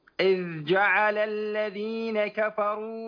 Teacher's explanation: ذال في رخاوة إذ جعل الذين يعني يجري فيها الصوت